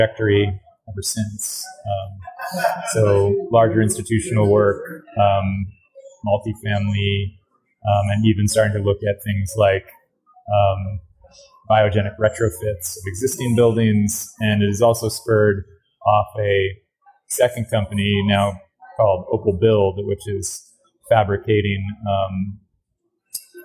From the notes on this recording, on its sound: In this special bonus episode recorded at the Passive House Network Conference.